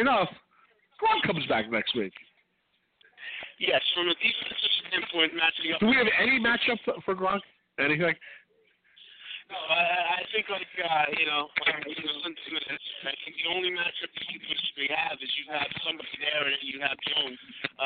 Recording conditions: busy venue